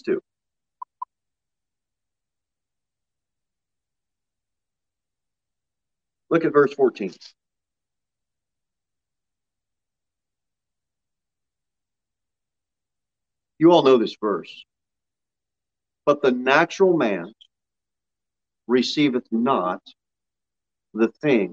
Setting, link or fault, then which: setting, large echoing room